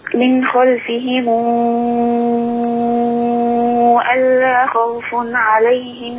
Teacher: اعملي صلة الميم مش وراها همزة